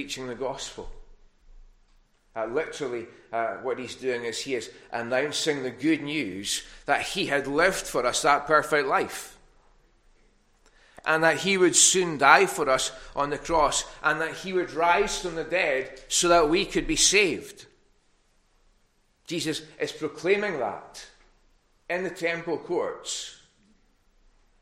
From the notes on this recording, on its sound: recorded at North Harris Free Church on the morning of Sunday 1st May 2022